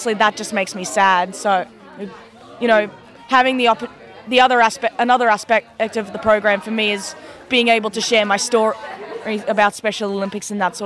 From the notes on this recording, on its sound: went on an excursion to the Special Olympics Victorian State Games with her roving podcast mic